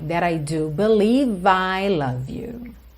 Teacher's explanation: O E final do believe não é pronunciado, você já junta o V. Na próxima palavra aí, que é o I, that I do believe I love you.